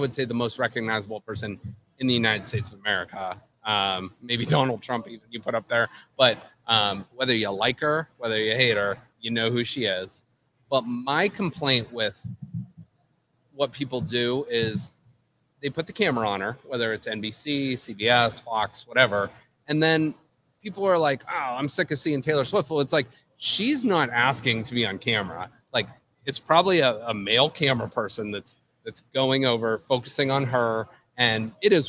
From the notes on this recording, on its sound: Broadcast live from Penguin City Brewing!